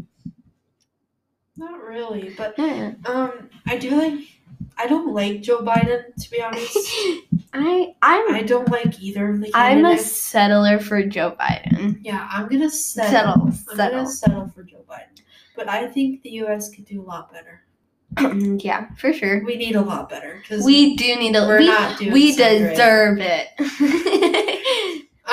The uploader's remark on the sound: There is some background noise, so we'll try and fix that at later.